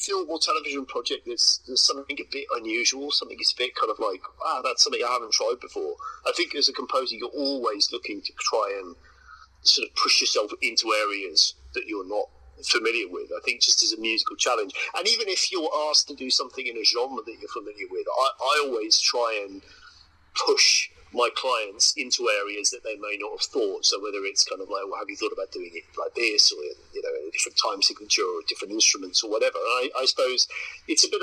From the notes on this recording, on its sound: via phone call